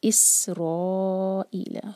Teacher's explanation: را ہیوی ہوگا اور اس کے بعد حمزہ کٹ آف ساؤنڈ کے ساتھ